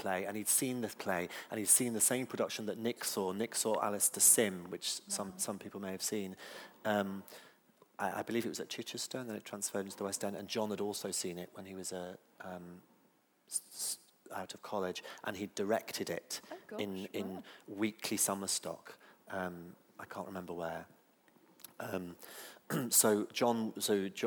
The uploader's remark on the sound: This is a recording of a live Platform event from January 2013.